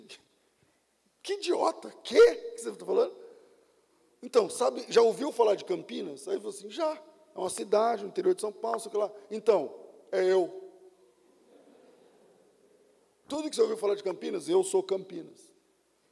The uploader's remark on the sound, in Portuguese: Culto ao vivo